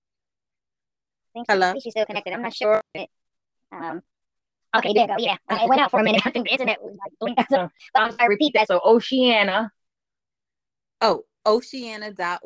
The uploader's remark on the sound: PLEASE FORGIVE US FOR THE TECHNICAL ISSUES WE HAD DURING THE INTERVIEW